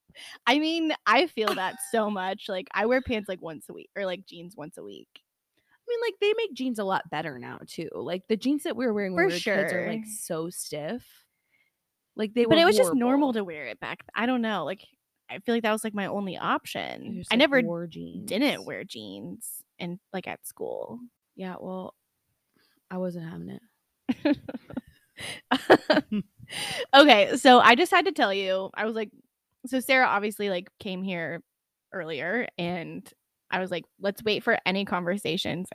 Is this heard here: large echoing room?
no